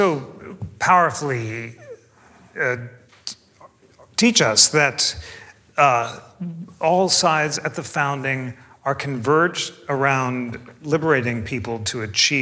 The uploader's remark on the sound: This program was recorded live on February 9, 2024.